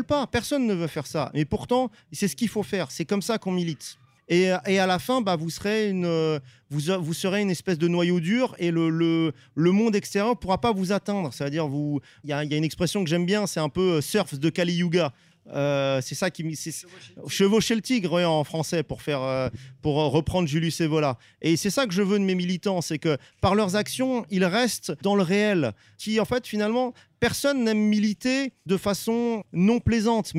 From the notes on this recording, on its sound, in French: Les équipes d'ERFM sont en Bourgogne pour le "Festival de la Réconciliation d'E&R". La parole est donnée aux organisateurs, conférenciers et festivaliers à travers un "micro-pelouse" riche et plein de vie.